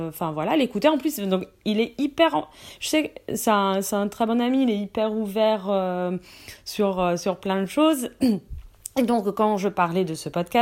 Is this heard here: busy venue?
no